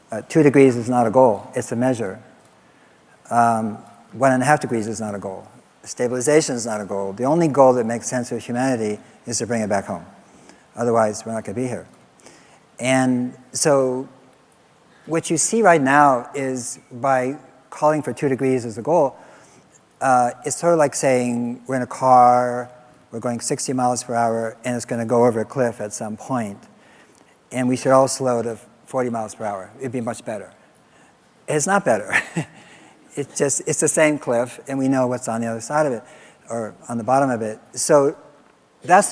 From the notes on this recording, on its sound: live interviews from GreenBiz events